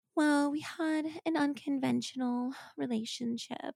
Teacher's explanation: It's like kind of like breathy and high